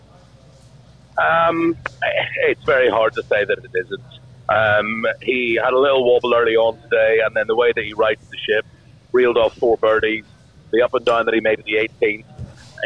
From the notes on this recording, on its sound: LIVE from Royal Liverpool.